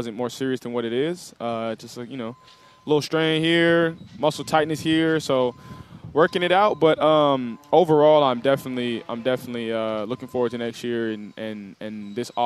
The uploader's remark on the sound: live from Hollywood Kia